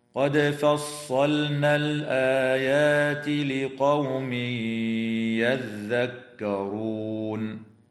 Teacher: ويدغم التنوين في الياء مع الغنة في قوله تعالى لقوم يذكرون · تقلقل الدال في كلمة قد في حالتي الوصل والوقف، وتظهر اللام في كلمة فصلنا لوقوعها قبل النون وتسمى بلام الفعل